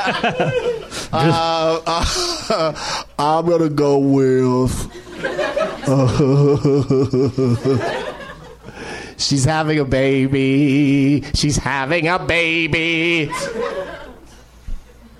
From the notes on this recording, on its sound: Recorded live at the NerdMelt Showroom in Los Angeles, California